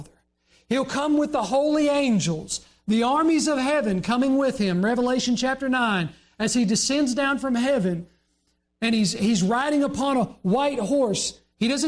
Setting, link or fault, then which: setting, large echoing room